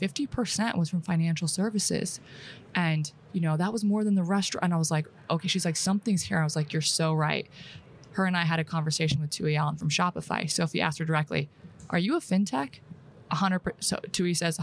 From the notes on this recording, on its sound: live in Amsterdam at Money 20/20 Europe